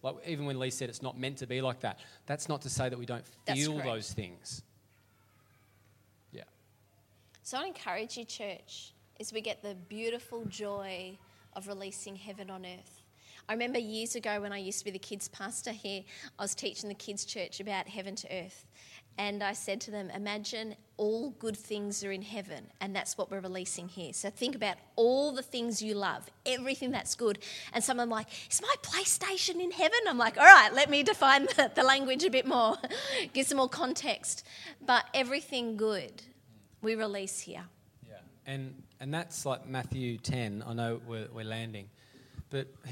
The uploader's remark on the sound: LIVE at Echo Church